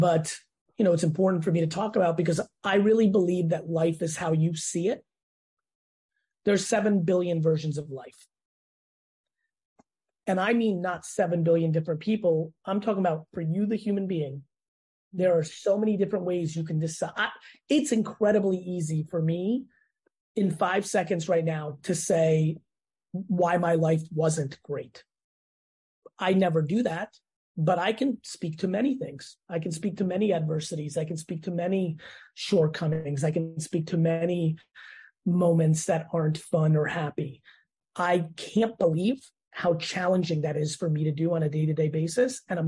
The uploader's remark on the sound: sits down on Zoom